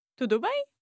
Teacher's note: So at the end of a question, in this case, you know, the intonation goes up.